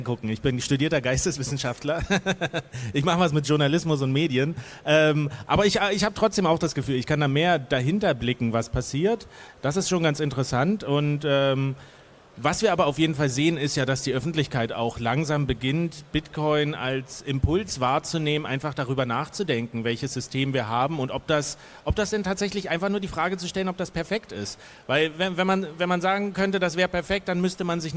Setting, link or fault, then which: setting, live audience